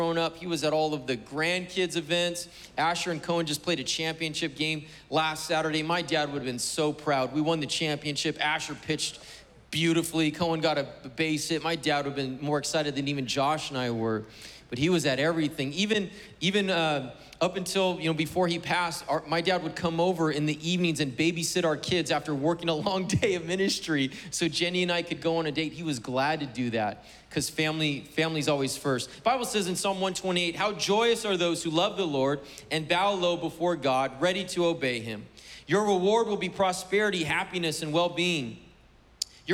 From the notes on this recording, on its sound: was preached on June 20th at the 11:30AM service